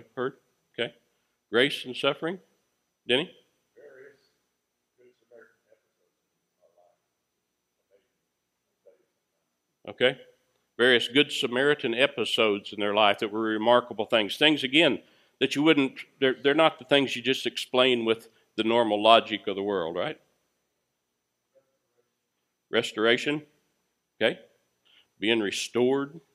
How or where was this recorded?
large echoing room